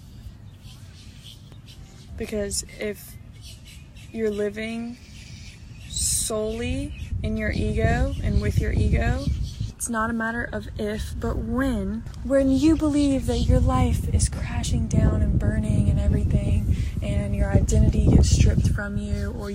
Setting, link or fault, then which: setting, outdoors